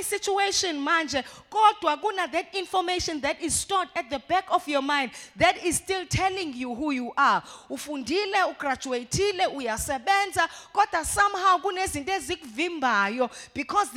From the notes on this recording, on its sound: live at Word Of Faith Christian Centre.